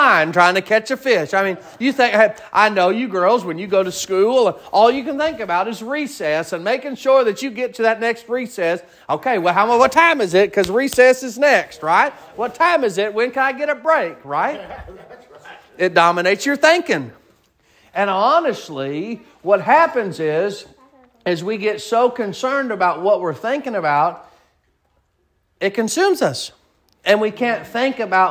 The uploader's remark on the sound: Sermon preached at Mid County Baptist Church